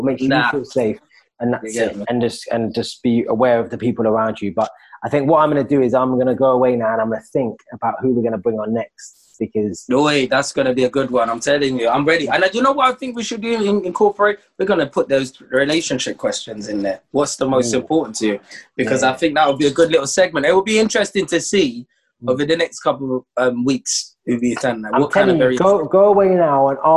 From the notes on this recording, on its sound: Filmed over Zoom